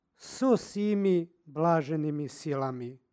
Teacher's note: Kada imamo reč koja počinje istim glasom koji predlog ispred nje, između njih se radi lakšeg izgovora dodaje izgovorno o.